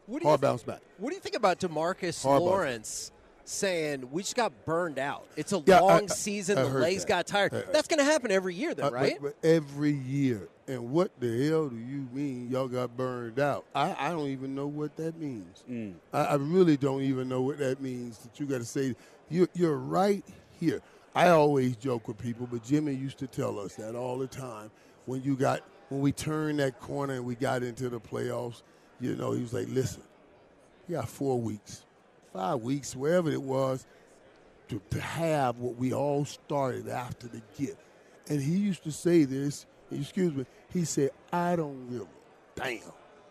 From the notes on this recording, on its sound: LIVE from Radio Row in Las Vegas!